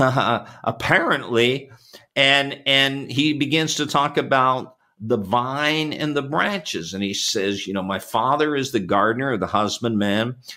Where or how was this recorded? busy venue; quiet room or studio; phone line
quiet room or studio